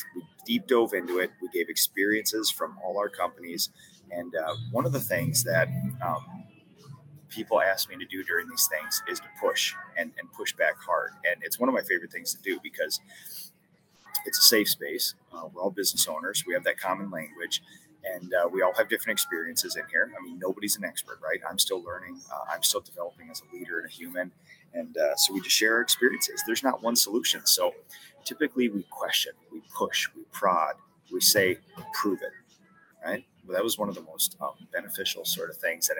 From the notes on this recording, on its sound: Live from the Boston Airport!